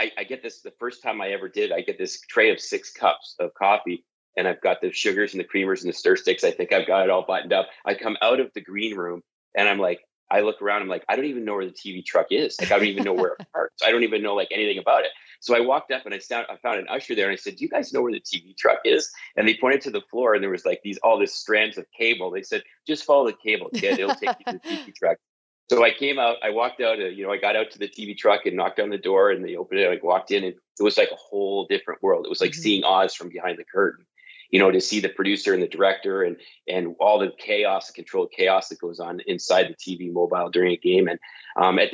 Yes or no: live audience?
no